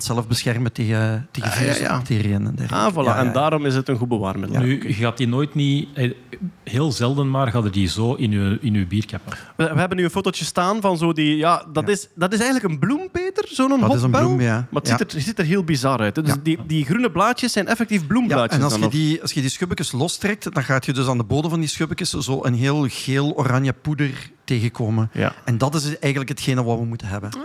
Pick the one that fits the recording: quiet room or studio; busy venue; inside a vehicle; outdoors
busy venue